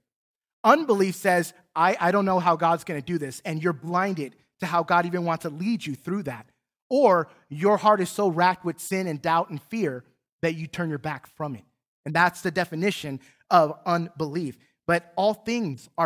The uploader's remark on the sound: Recorded from South Gate Fellowship in Duncanville, TX on Sunday, December 19, 2021